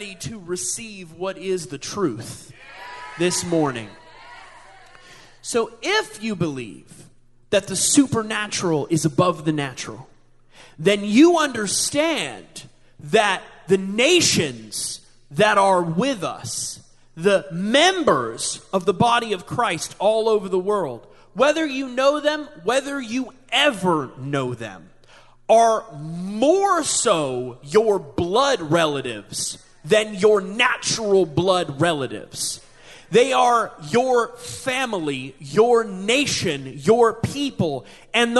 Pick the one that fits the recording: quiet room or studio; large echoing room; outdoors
large echoing room